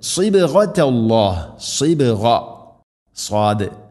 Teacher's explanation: സ്വാദ് ഉച്ചരിക്കുന്ന സമയത്ത് നാവിൻ്റെ മധ്യഭാഗം അണ്ണാക്കിലേക്ക് ഉയർന്നു നിൽക്കണം, സ്വരഭാരത്തിൽ ഉച്ചരിക്കേണ്ട അക്ഷരമാണ് സ്വാദ്.